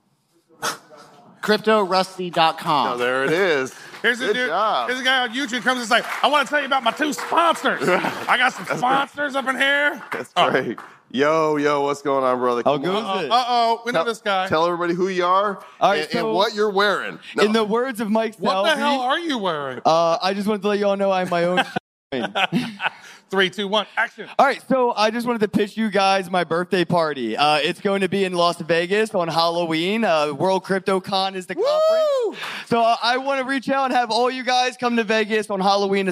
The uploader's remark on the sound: It’s a beautiful day in San Francisco and we’re coming to you live from the very first Litecoin Summit!